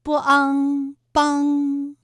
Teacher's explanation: 马帮的帮字也是一个后鼻音，韵母是昂